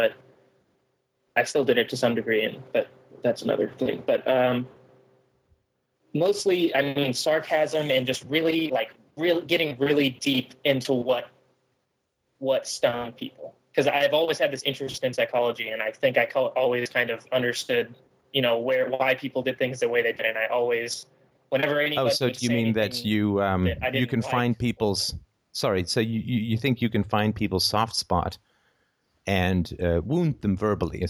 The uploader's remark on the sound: Thursday Call In Show